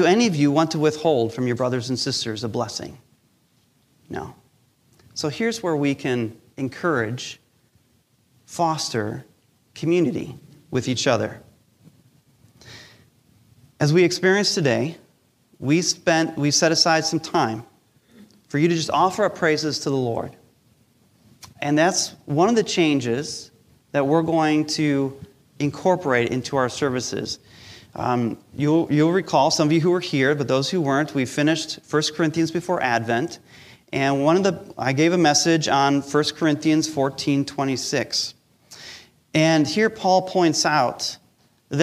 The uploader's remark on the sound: Recorded live during our Sunday Service